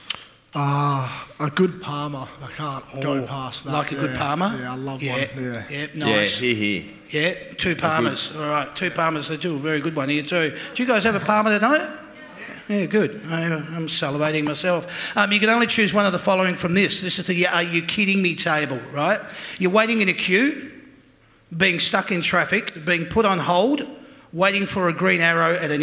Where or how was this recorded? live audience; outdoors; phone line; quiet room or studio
live audience